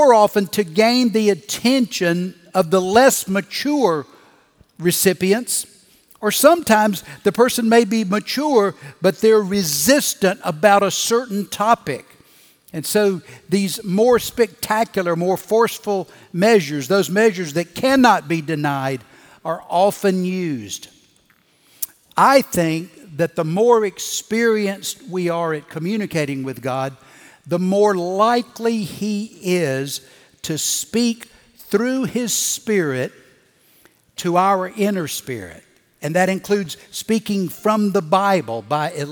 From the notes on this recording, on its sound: Recorded Live at Brookwood Church